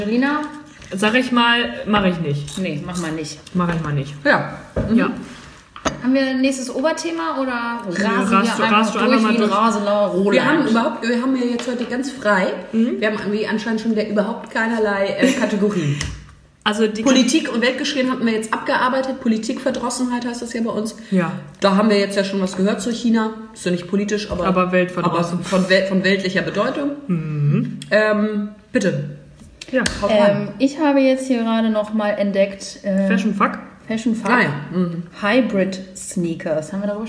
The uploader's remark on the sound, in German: live vom Klo, also rein akustisch.